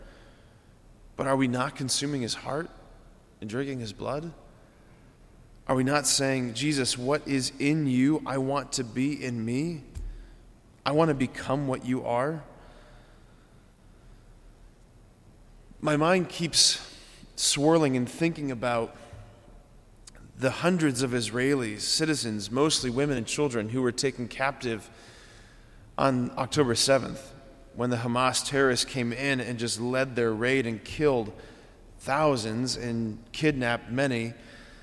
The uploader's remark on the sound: preached this homily on October 19, 2023 at Sacred Heart of Jesus Catholic Church in Wadsworth, OH.